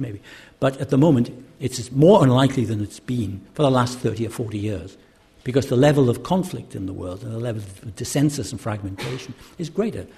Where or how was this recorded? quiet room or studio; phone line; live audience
live audience